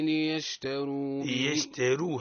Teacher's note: راء رو مفخمة لأنها متحركة بالضم